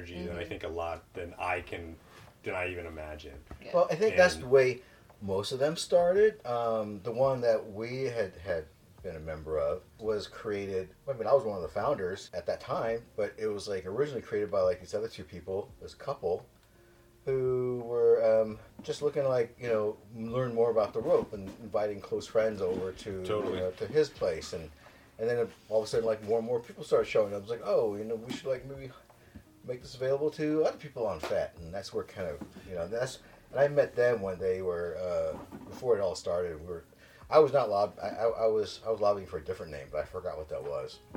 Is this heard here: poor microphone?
yes